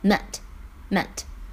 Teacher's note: 它呢是动词 mean 的过去式和过去分词的形式，但是发音呢却变成了 e · IPA: [e]